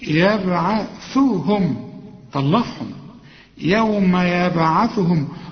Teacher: يوم يبعثهم، هنا عندك ثلاث ضمات، شوف يبعثهم طلعهم، يوم يبعثهم، وقلقل الباء لأن الباء عليها سكون، كل به عليها سكون لازم تقلقلها، يوم يبعثهم الله جميعا